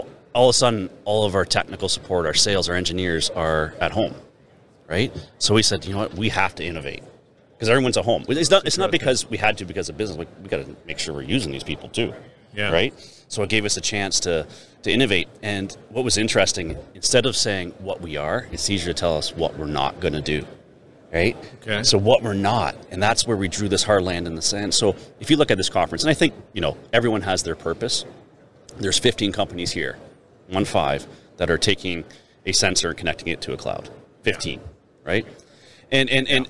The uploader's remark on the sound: Industrial Talk is onsite at the 30th Annual SMRP conference. Industrial Talk is onsite at the 30th Annual SMRP conference.